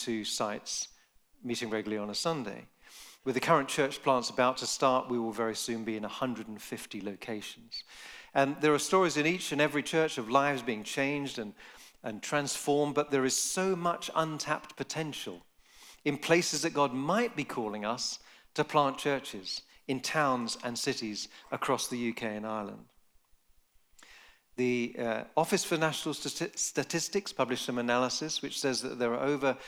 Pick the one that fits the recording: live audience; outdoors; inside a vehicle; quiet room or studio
live audience